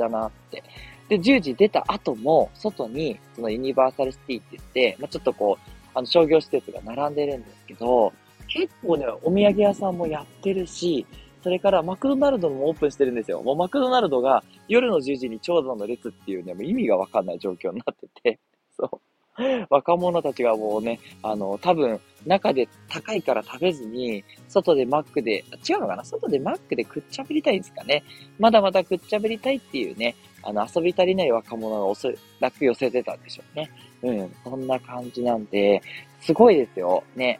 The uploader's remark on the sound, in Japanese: 真夜中のUSJ：ユニバーサルスタジオジャパン入口から。今日も、大阪旅行中のため、残念ながら収録で・・・。行き当たりばったりで収録となりました。